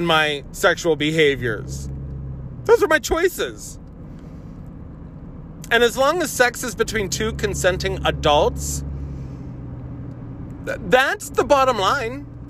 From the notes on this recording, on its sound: I'm driving (the phone was appropriately placed, and I was talking as though you were in the car).